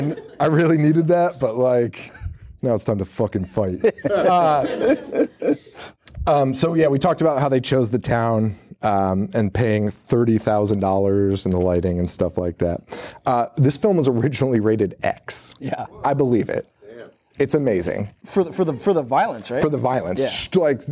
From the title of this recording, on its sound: Live at Salem Horror Fest